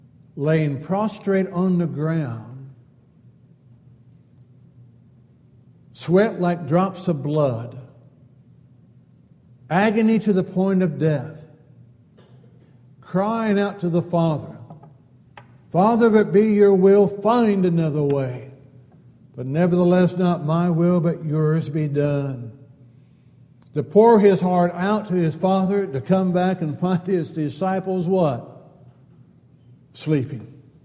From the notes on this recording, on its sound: Downtown Church Of Christ Audio Sermon